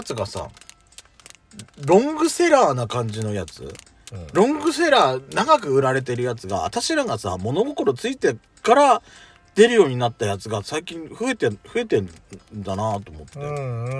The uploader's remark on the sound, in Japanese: 2人組。パーキング収録。